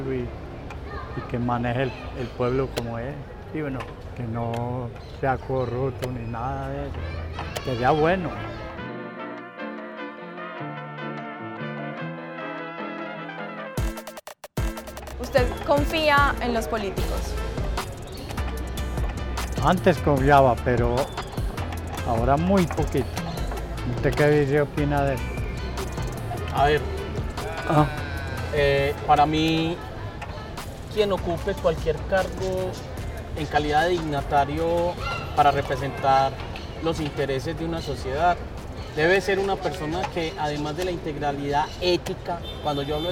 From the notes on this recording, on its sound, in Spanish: Desde la Plazuela San Ignacio y en medio de una partida de ajedrez grabamos este tercer episodio